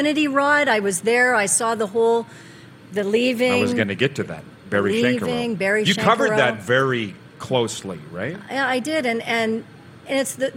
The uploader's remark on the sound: LIVE at the Grey Eagle Casino in Calgary